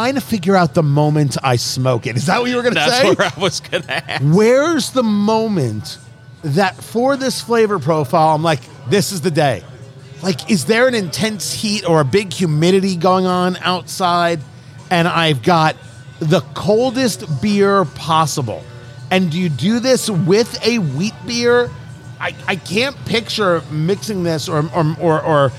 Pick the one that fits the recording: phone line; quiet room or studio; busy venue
busy venue